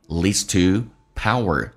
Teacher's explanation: leads 长元音，嘴角往后咧一点